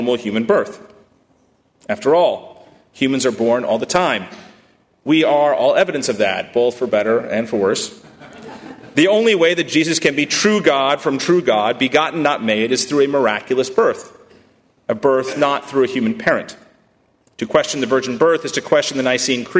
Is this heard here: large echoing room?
yes